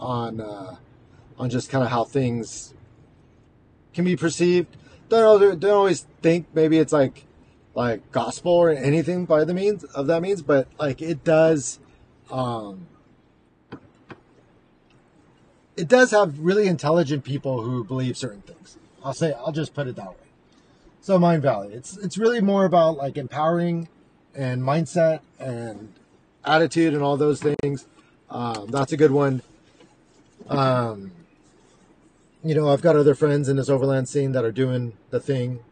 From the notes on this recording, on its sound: Overdue update episode from my car and crappy recorder on my iPhone.